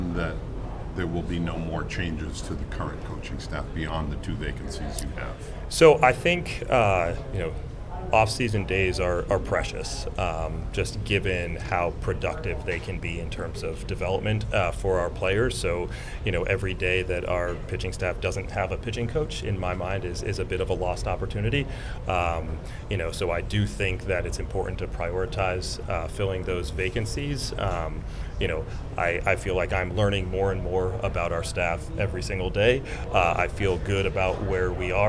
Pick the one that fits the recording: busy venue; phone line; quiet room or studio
busy venue